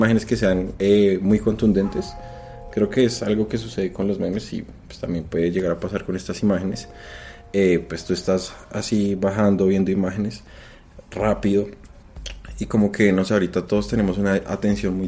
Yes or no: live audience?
no